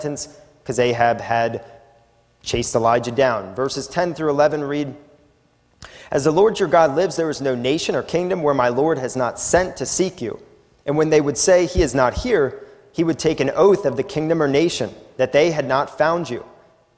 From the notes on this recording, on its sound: A sermon recorded at the Lebanon Bible Fellowship Church in Lebanon, PA. During the evening service.